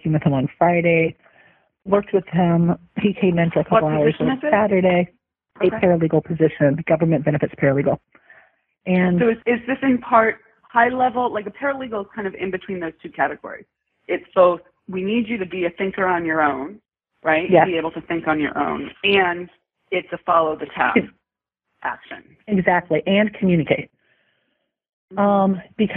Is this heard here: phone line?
yes